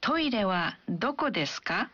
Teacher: Saat kita mengajukan pertanyaan dalam bahasa Jepang, kita biasanya menambahkan ka di akhir kalimat dan mengucapkan kalimatnya dengan intonasi yang menanjak